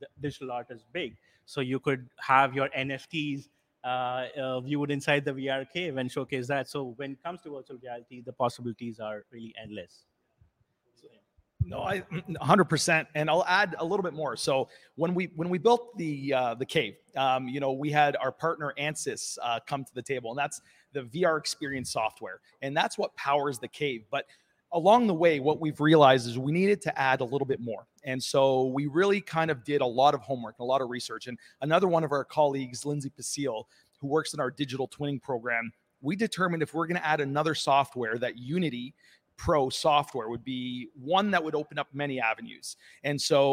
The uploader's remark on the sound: live at Windsor's Automobility and Innovation Centre